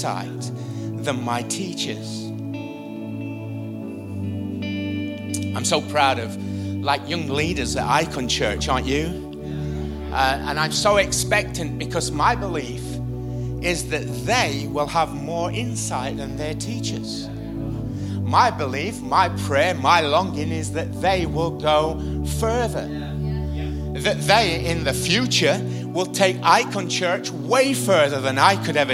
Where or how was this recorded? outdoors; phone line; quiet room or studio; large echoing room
large echoing room